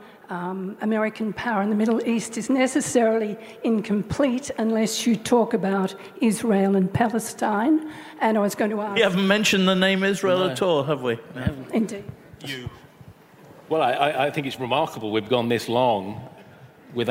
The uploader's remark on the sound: Recorded live at the Melbourne Writers Festival.